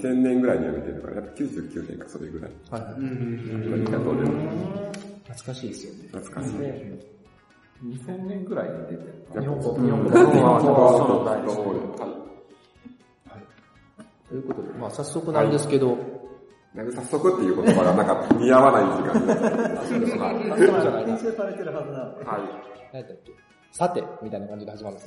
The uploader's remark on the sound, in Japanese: アジャイルジャパン大阪サテライトに行ってきたよ！今回は、スクラム道関西メンバーが、アジャイルジャパン大阪サテライトを開催したので、 参加した方を交えて、収録を行いました。